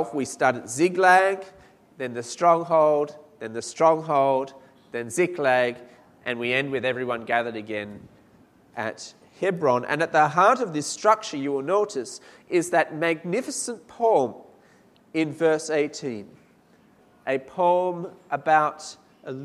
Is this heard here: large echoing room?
yes